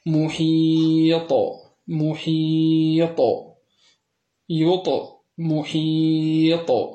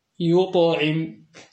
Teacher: الطاء في محيط قلقلتها أقوى من الطاء في يطعم